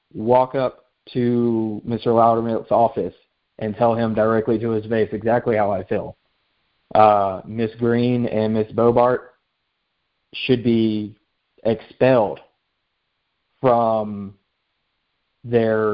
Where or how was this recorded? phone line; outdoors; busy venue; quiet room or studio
phone line